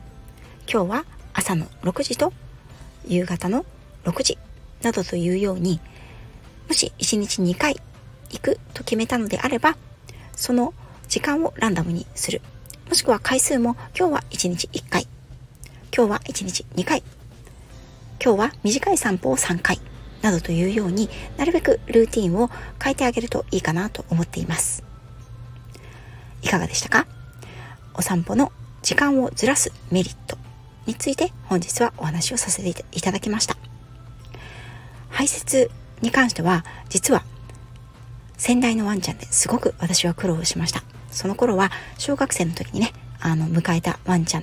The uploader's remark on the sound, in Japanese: 屋外収録のため、雑音が多いです